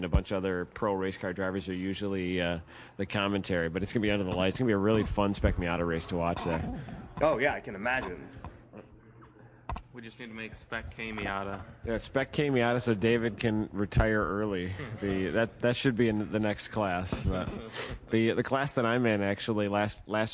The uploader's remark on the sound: Live from #gridlife at Autobahn. The guys come live to you from Autobahn Country Club and the 2nd #gridlife event of the year.